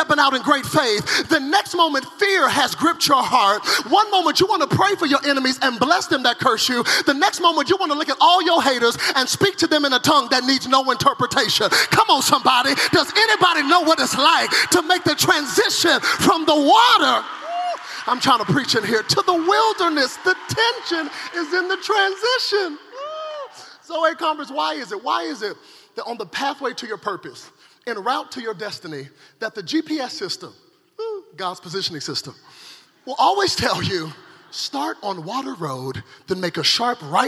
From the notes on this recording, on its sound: From the 2017 Zoe Conference.